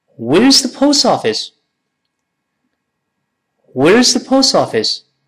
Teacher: Where is 连读，把那个 i s 变成撇 s 变成 where's where's where's 连到一块了